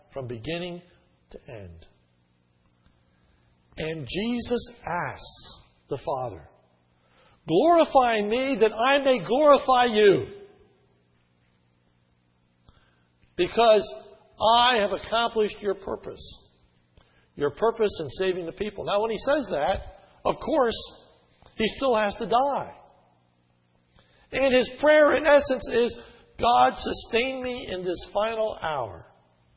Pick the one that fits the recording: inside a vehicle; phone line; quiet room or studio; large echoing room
large echoing room